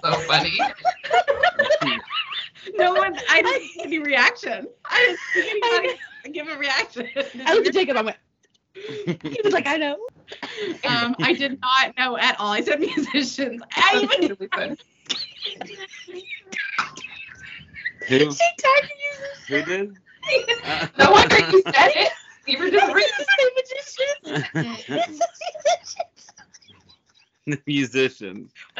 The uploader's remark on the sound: Sorry our audio isn’t the best. We had to use the Skype video recording because of some tech issues from a certain host and co-host.